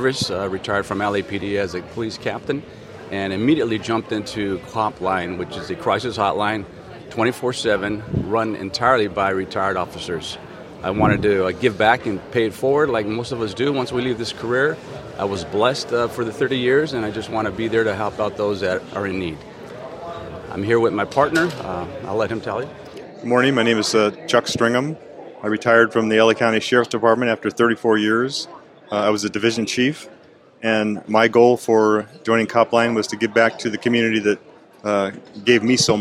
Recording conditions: busy venue